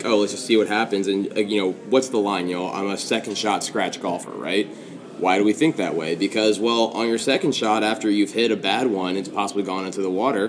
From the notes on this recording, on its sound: LIVE from the PGA Show.